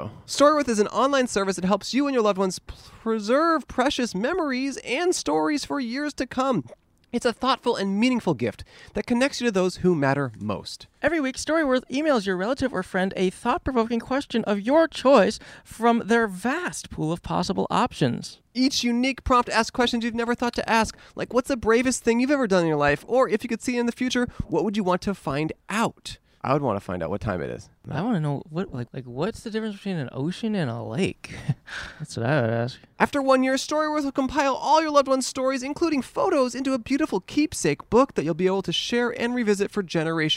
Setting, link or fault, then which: setting, outdoors